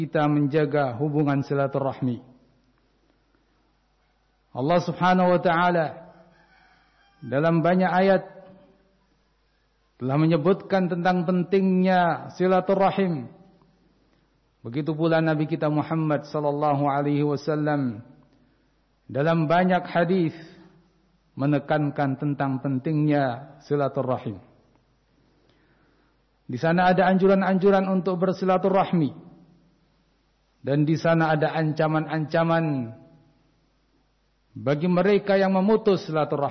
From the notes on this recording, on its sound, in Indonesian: Rekaman Khutbah Jum'at Ma'had Riyadhul Jannah Cileungsi Bogor. Pelaksanaan shalat Jum'at, dilaksanakan dengan mengikuti protokol kesehatan.